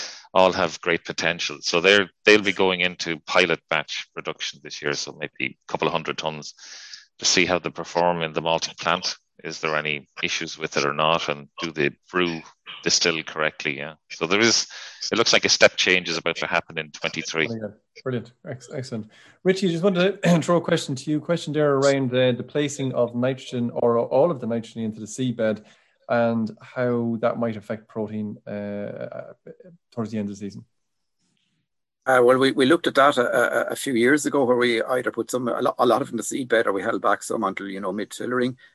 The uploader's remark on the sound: Revisits the questions and answers from the Malting Barley Webinar. Answered questions that were asked by attendee farmers during the webinar.